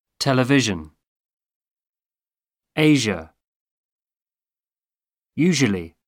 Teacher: tienen que hacer como la sh, pero poniéndole vibración